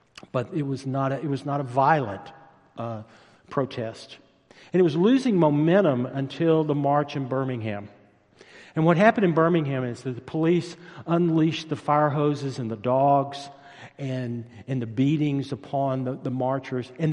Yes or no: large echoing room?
yes